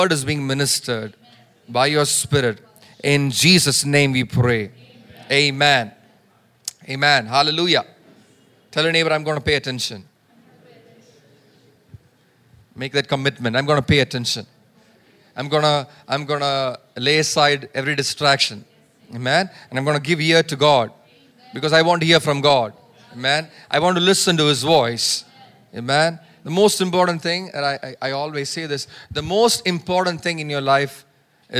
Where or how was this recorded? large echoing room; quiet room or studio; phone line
large echoing room